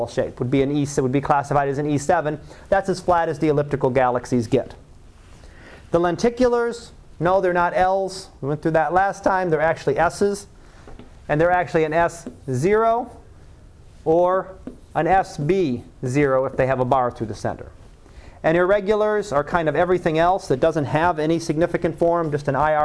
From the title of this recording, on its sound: Live Class Lecture